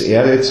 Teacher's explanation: Einmal heißt es Eretz, einmal heißt es Aretz. Ich meine, vom Sprachempfinden her kommt in Eretz halt noch einmal das E hinein, also dieser E-Charakter stärker herein. Aber es ist im Prinzip dasselbe Wort.